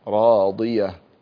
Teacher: يعني اكسر الضاد وفخمها